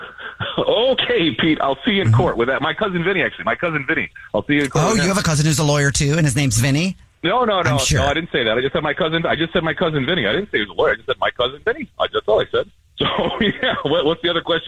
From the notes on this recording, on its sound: Phone Pranks on The Jubal Show.